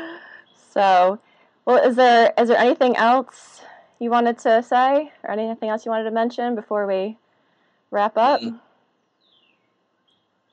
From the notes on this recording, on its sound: he sat across from me via Skype